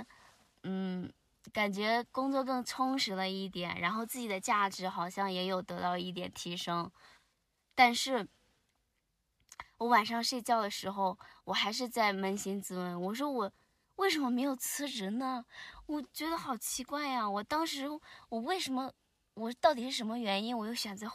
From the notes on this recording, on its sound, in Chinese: 这期节目录制于”大西洋最后一滴眼泪“赛里木湖的湖边停车场的车内。我们在夜晚的星空下畅谈。